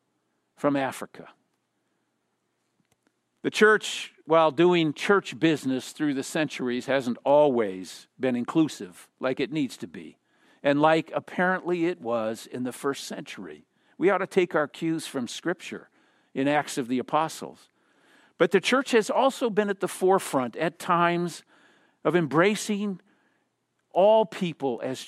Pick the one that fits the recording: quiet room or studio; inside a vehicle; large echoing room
large echoing room